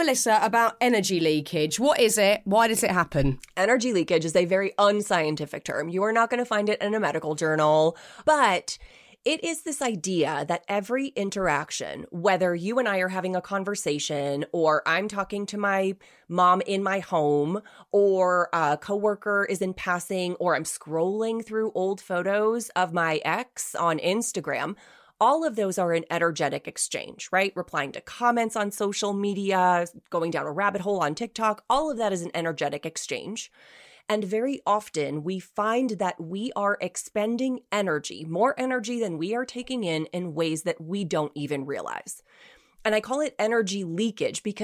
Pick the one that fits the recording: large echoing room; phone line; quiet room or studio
quiet room or studio